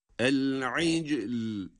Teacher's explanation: Cim harfinde kalkale ve sonrasında lamı cezimli okuduk.